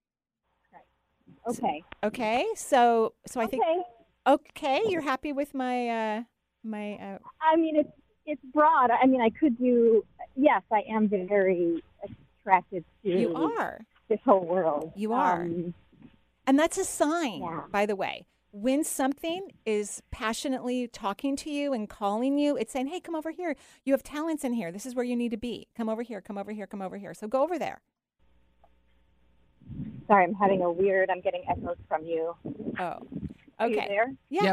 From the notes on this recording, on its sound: we're celebrating with a call-in show today